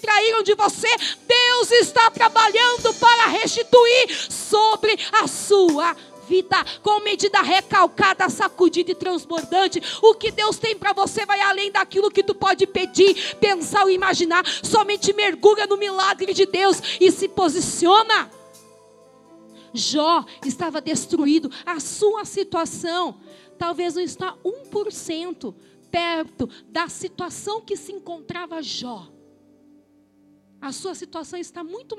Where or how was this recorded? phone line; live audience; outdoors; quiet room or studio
live audience